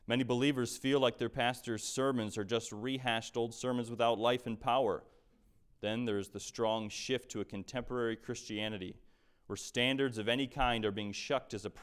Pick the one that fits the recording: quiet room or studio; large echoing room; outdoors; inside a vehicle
large echoing room